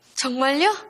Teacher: So 정말요, a combination of the word 정말 and the polite sentence ending 요 with the rising intonation indicating a question